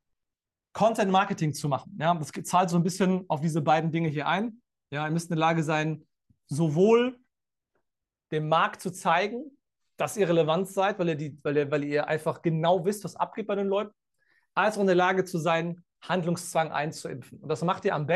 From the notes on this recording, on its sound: Live-Call Leak. Bei unserem Neujahrs Live-Call.